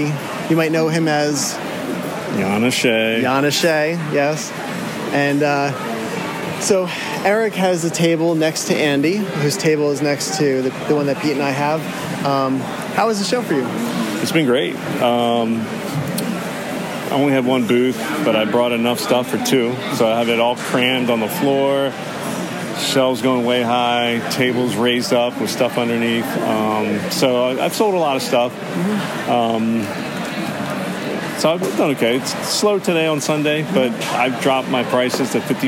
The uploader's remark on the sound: Live From The Toys For The Ages Expo